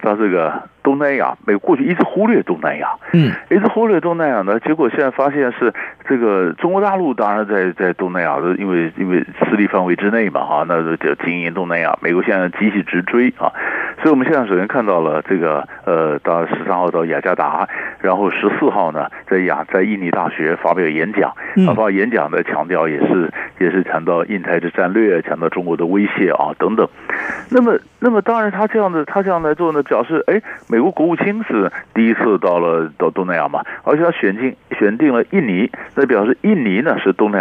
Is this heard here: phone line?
yes